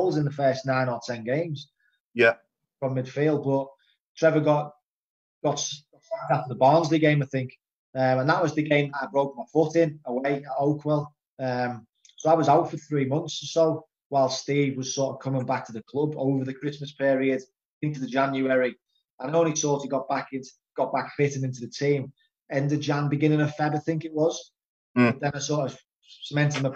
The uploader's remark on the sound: episode recorded on Zoom